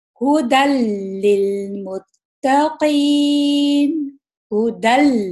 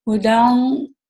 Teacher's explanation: جو ہم یہاں پر تنوین یا نون ساکن جو ہے اس میں جو نون ہے اس کو پوری طرح ہم مرج کریں گے لام کے اندر · Shown in: first take · اس میں نون کی آواز میں نکالیں گے. · Term: کمپلیٹ ادغام